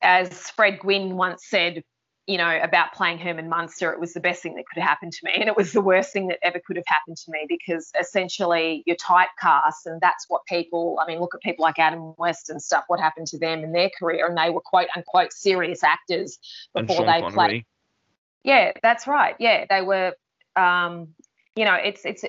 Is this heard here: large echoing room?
no